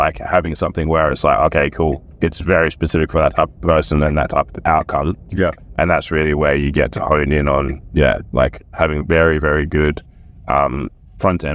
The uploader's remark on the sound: Coaching in the Car